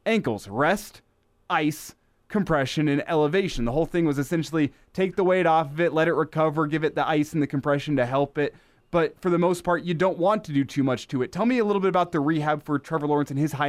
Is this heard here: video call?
no